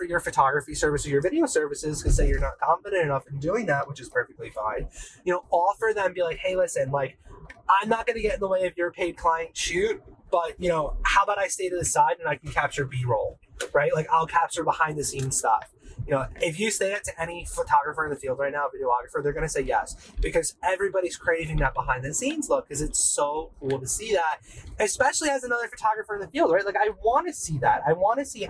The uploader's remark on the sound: I did really record this while driving home from work. My setup while filming this was completely wireless. I used the Rode Wireless II mics so I was completely hands free. The audio in this podcast episode is a lot worst than all my others. No, this time I had 1 wireless mic and time alone in my car.